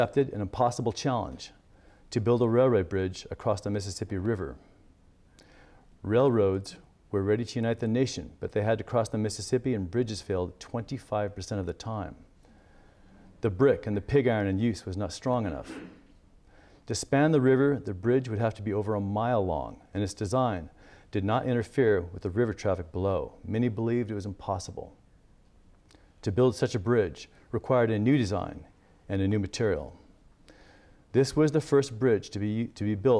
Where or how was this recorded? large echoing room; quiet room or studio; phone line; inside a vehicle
large echoing room